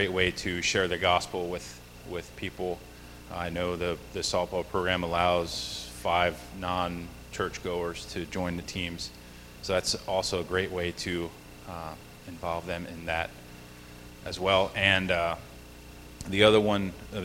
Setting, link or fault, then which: setting, large echoing room